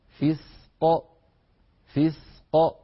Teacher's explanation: ليس هذا من مواضع السكت، لابد من الاتيان بالقاف مباشرة بعد السين، هكذا فسق فسق من غير فراغ صوتي بينهما.